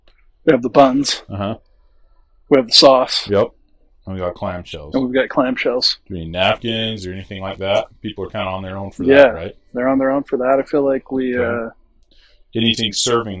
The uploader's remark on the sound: The audio in this episode is less than amazing